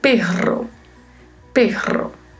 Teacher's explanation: E perro, que significa cachorro, pronunciado com um som de R seguido com o R vibrato